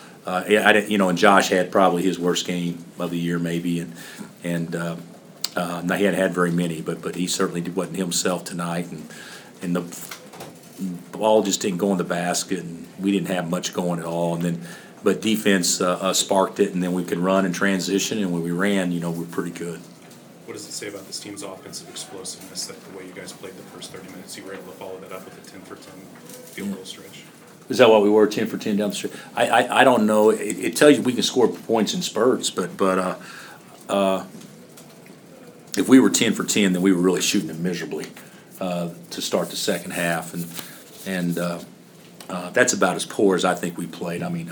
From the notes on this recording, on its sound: Press Conferences & Post-Game Interviews. Following a long Senior Night at Allen Fieldhouse.